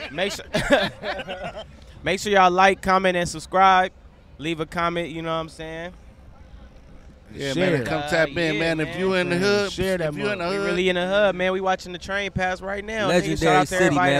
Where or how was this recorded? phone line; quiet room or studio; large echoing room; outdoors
outdoors